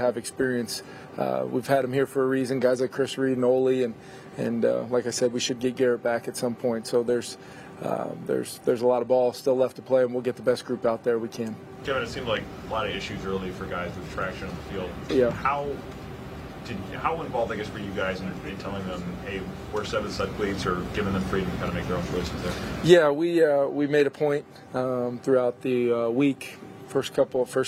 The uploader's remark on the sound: postgame press conference